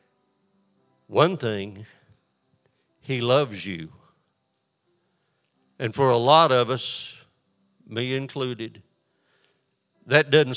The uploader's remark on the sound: This sermon was recorded live on September 4th, 2022 at Newark United Pentecostal Church.